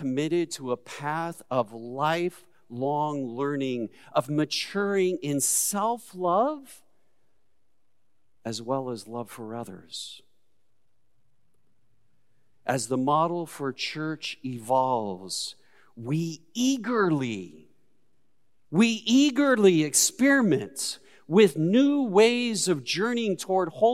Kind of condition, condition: setting, large echoing room